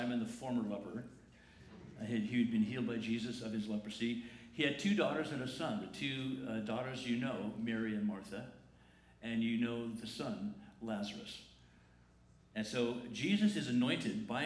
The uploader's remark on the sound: The following is a recording of the Good Friday Family Service on Friday, April 19, 2019 at La Jolla Community Church.